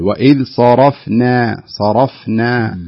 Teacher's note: الصاد مفخمة الراء مفتوحة مفخمة ثم تأتي الفاء والنون والألف مرققة · Term: التفخيم والترقيق